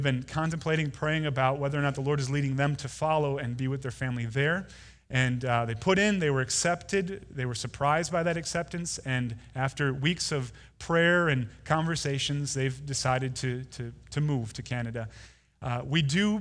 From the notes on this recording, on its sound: Delivered Sunday, November 17, 2019 at Woodridge Community Church (New Berlin, WI).